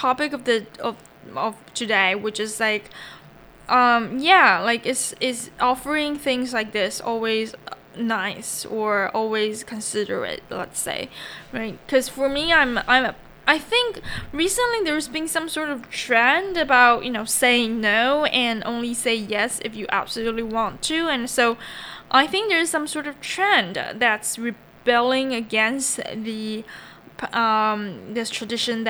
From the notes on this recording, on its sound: sorry for the lurking buzzing noice